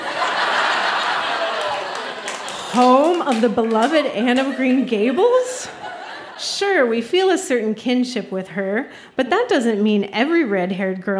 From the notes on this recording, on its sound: Recorded live at The Guild in Charlottetown, PE.